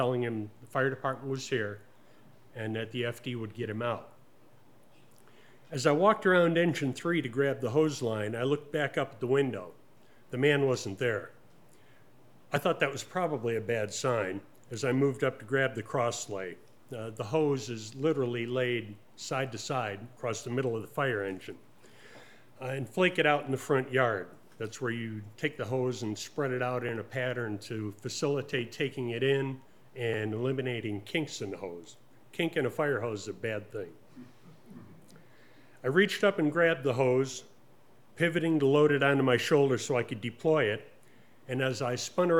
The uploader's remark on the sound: Presented as a live event in Asheboro, NC, which is then edited for broadcast. This episode was recorded live in the taproom at Four Saints Brewing Company.